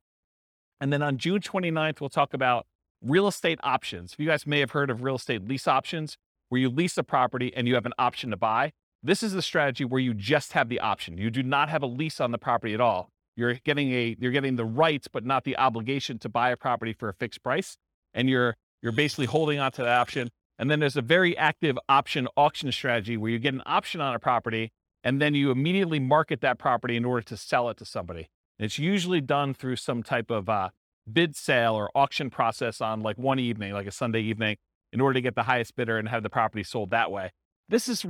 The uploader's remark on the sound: This was a live class recorded